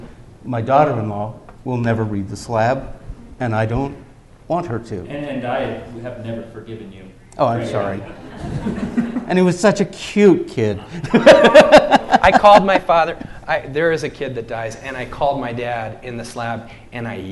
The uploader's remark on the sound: In front of a live audience at UVU.